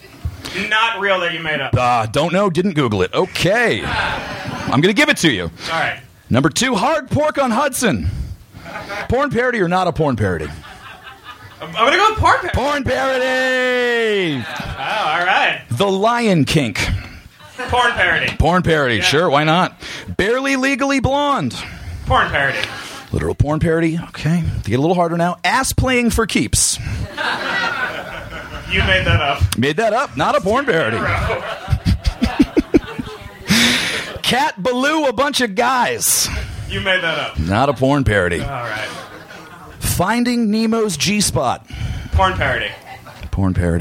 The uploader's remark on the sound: Recorded live at Union Hall, Brooklyn, 3.16.13